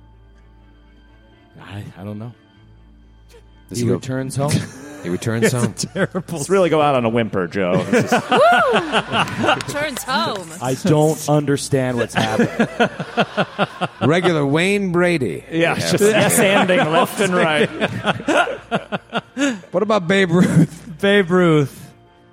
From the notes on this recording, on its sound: Live! | The Athenaeum | Indianapolis. The Glass Cannon Network took over the Athenaeum Theatre in Indianapolis during Gen Con 2023 for a wild night of 1920s Lovecraftian horror!